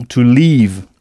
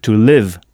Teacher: Alors, on a aussi appris avec Michel Thomas que partir se dit to leave, LEAVE. Il faut bien prolonger le son to leave à ne pas confondre avec to live, avec un I court qui s'écrit LIVE, qui veut dire vivre, habiter.